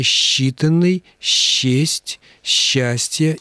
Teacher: правила орфоэпии требуют, чтобы сочетания, передаваемые буквами «с» и «че», стоящими рядом друг с другом, читались как «ще»